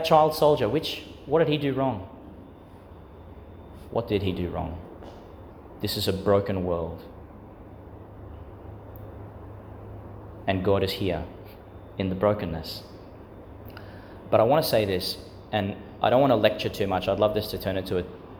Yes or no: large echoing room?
yes